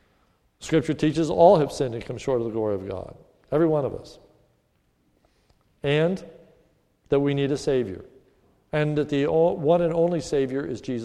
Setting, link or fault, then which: setting, large echoing room